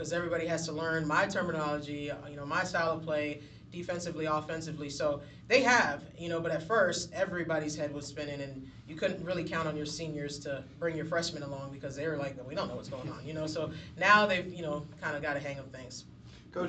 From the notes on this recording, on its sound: the sounds of Missouri State men's and women's basketball media day